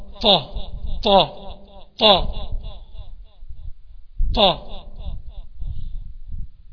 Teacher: تلاقي معظم اللسان ملتصق فوق · Term: الإطباق